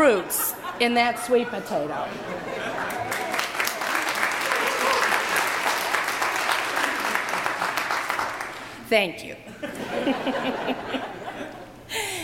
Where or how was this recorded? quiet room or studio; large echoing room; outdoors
large echoing room